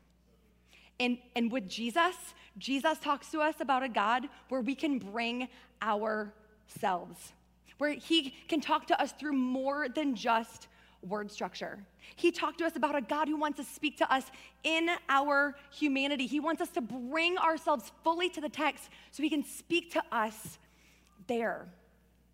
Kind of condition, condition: setting, large echoing room